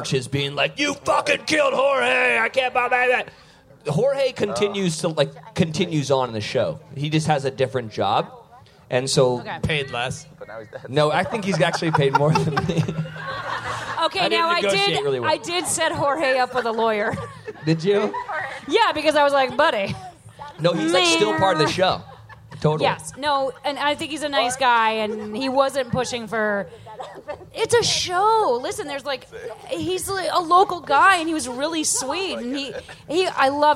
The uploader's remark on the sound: Live from Outside Lands! Live at Outside Lands Music Festival in San Fransisco! Opium tents!